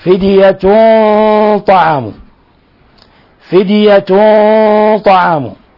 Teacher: وهنا نلاحظ أن الغنة تكون مفخمة لأن الطاء من حروف الإطباق ومن حروف التفخيم